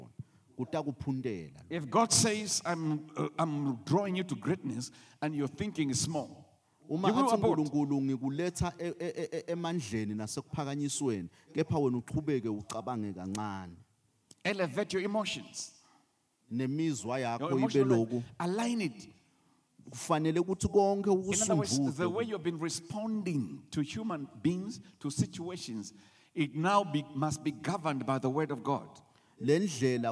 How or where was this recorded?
live audience